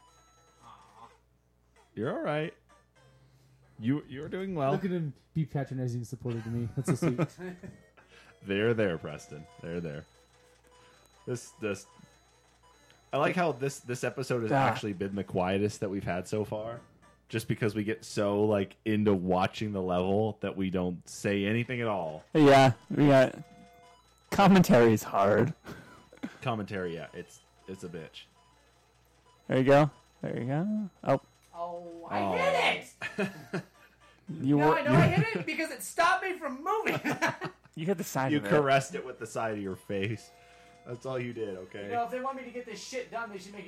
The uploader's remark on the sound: I apologize for the audio levels in today's podcast.